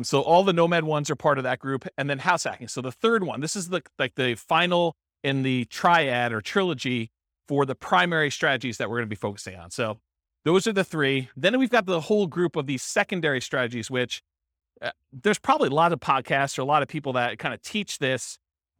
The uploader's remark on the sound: This was a live class recorded.